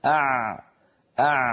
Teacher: لسان المزمار يعود إلى الخلف قليلا مما يضيق مكان خروج حرف العين · Term: العين الفصيحة